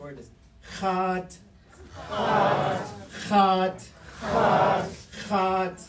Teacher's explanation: it has a long high vowel, and then it ends with a T.